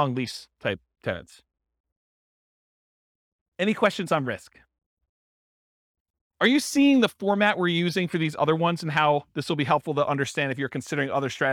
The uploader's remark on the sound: This was a live class recorded